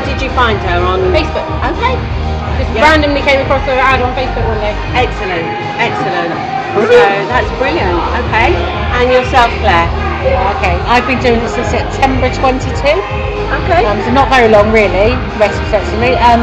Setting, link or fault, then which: setting, busy venue